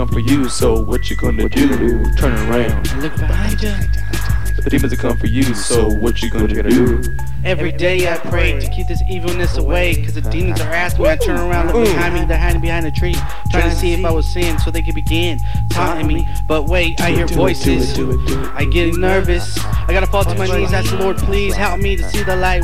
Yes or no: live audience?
no